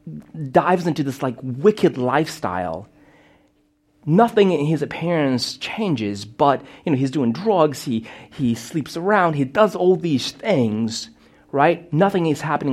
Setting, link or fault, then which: setting, large echoing room